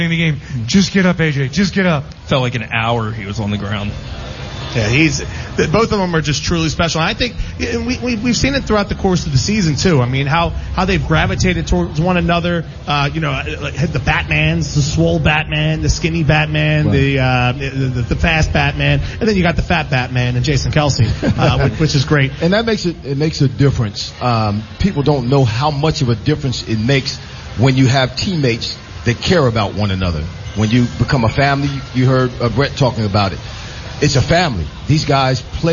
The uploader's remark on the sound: The guys from Green Legion Radio broadcast LIVE from Live! Casino.